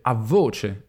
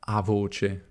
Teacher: Nei dialetti italiani centro-meridionali, tra cui il fiorentino, quindi anche in italiano standard, quando abbiamo alcuni costrutti come per esempio preposizione più un'altra parola, come in questo caso a voce, la prima consonante della seconda parola, la V di voce nel nostro caso, si pronuncia doppia o geminata · Shown in: first take · Term: raddoppiamento fonosintattico